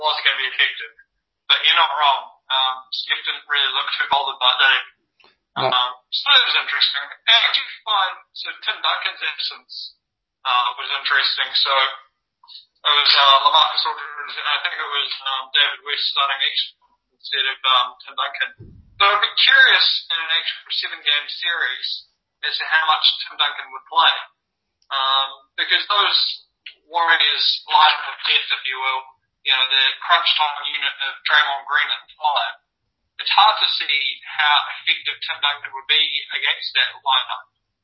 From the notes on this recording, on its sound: Really bad sound quality